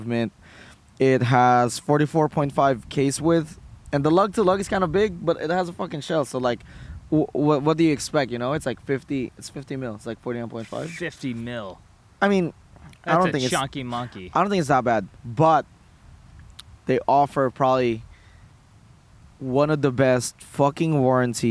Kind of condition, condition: setting, outdoors